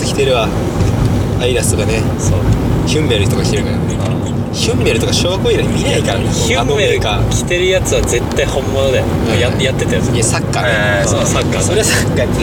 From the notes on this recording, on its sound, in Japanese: 車内のため少し音声が悪くなっております。